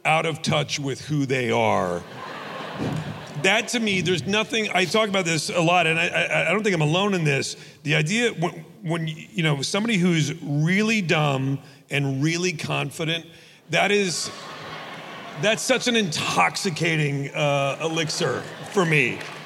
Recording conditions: live audience